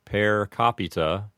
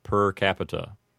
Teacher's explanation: the first A in capita, they might have given that a slightly longer A sound · Shown in: first take